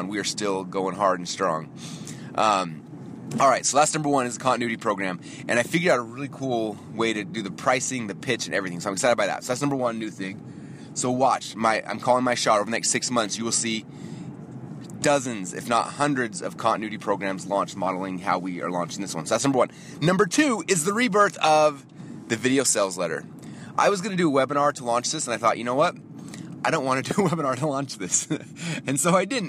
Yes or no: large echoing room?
no